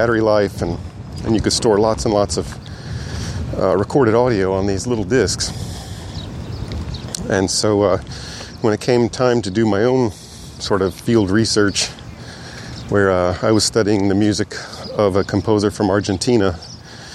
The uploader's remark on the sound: This is a walking-and-talking response. The Sony Model ECM-MS957 (1996) Electret Condenser Middle-Side Stereo Microphone.